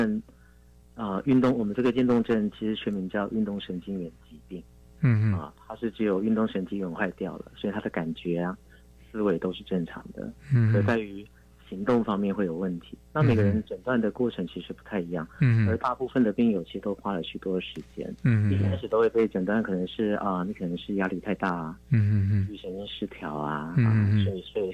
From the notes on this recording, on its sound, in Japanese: 電話訪問